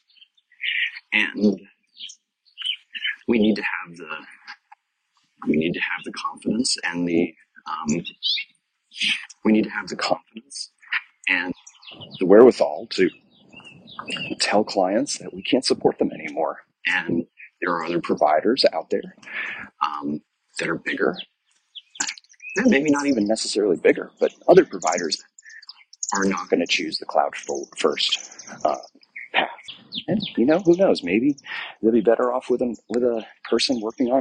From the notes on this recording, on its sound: I apologize for the birds in the background while recording this outside.